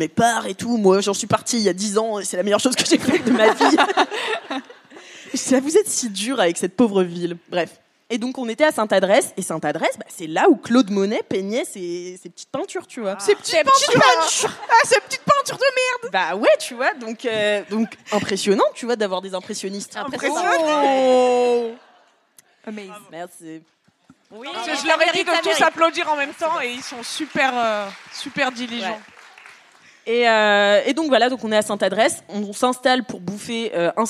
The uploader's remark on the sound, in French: LIVE au Paris Podcast Festival. Merci au Paris Podcast Festival pour cet accueil, et à vous, public, d'avoir ri à nos blagues en direct.